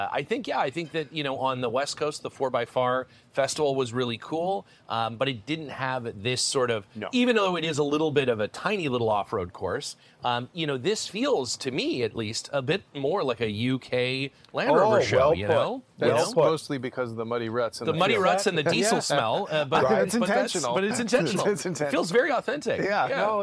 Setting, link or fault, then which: setting, busy venue